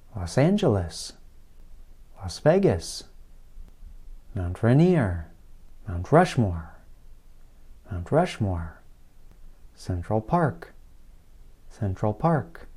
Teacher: Note how I stress the last word of the name. · Term: word stress